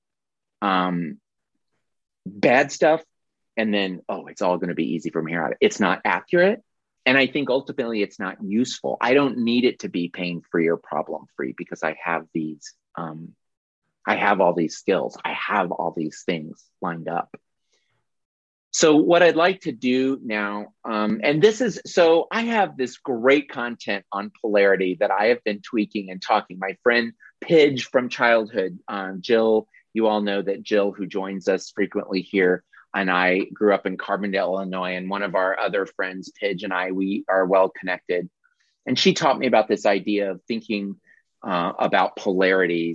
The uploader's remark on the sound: audio replay of a monthly Zoomy Zoom